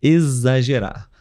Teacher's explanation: Vou até escrever aqui: X com som de Z. A palavra, a letra X com som de Z.